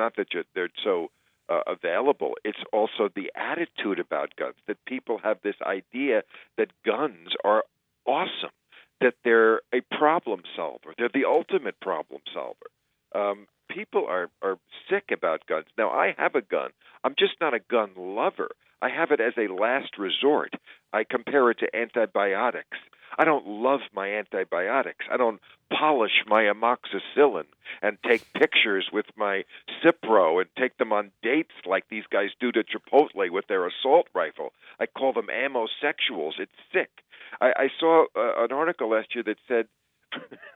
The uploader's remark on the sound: joins us by phone.